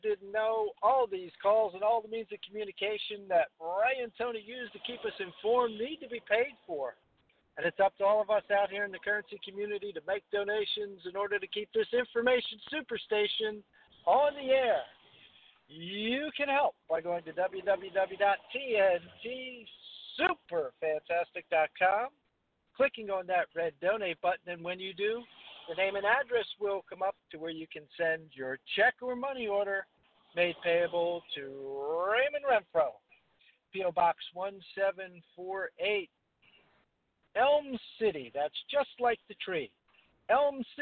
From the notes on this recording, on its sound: TNTSuperfantastic Conference Call.